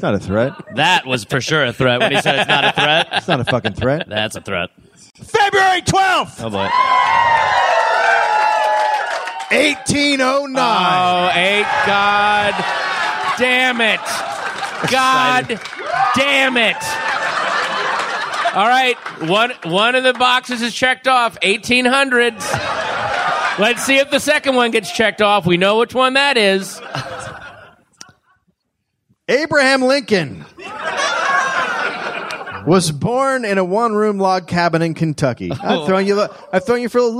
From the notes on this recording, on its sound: Live.